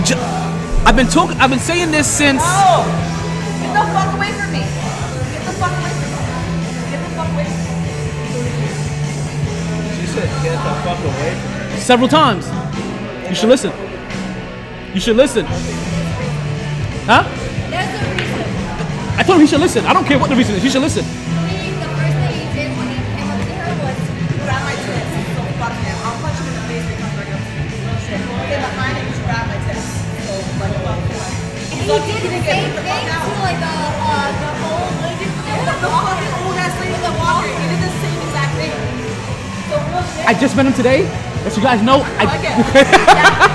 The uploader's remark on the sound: Live From The New Improved Sharkey's